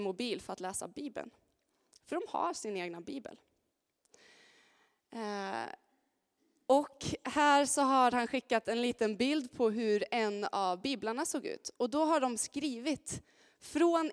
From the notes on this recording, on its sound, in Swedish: Inspelning från Immanuelskyrkan Skövde.